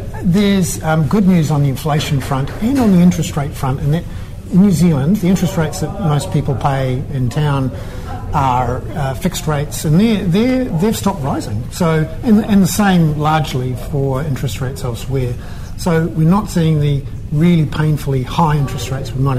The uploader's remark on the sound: This economic commentator for interest.co.nz was the keynote speaker at the Lincoln Mainland Property Seminar.